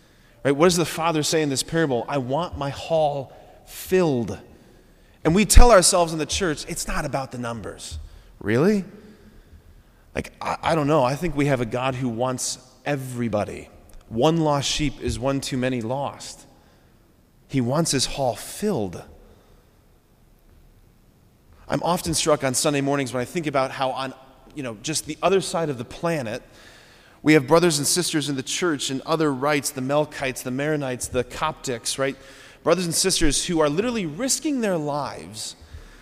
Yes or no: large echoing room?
yes